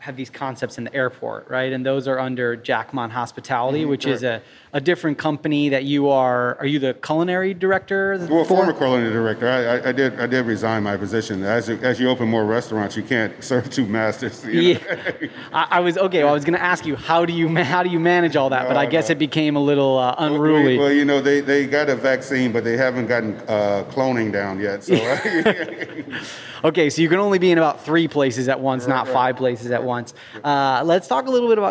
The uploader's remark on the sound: We recorded this episode live at Samesa